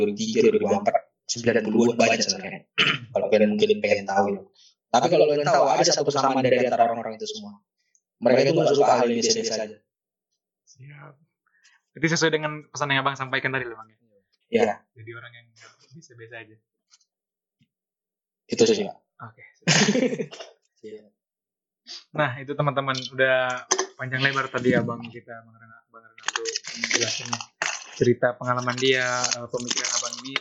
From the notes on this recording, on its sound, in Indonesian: mohon maaf untuk kualitas audio yang cukup buruk